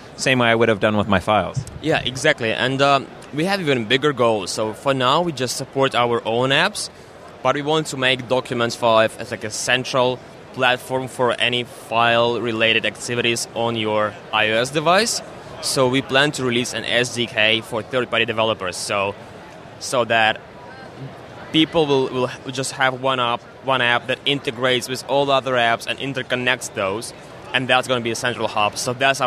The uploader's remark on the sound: Macworld/iWorld 2014 (day2). Interviews from the expo floor at Macworld/iWorld 2014.